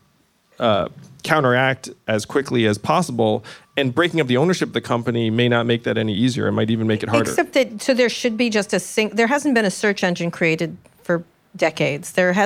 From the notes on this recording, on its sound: the San Francisco venue of this live interview